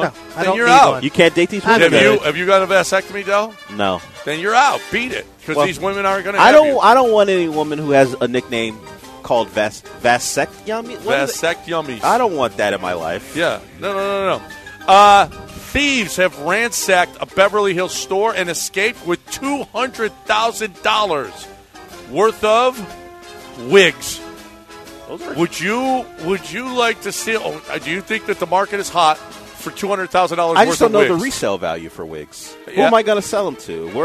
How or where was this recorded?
busy venue